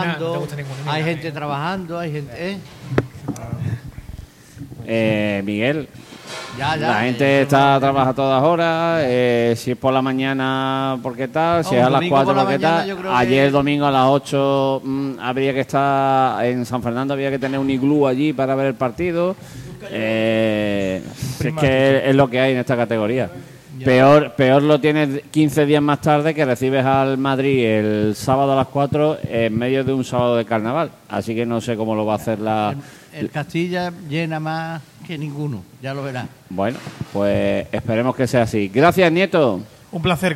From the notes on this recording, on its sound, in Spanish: emitido en directo -solo audio- desde La Pxta Calle de Plaza Andalucía